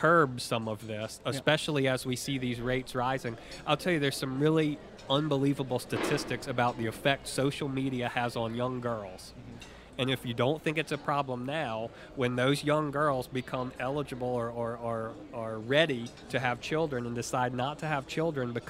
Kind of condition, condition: setting, busy venue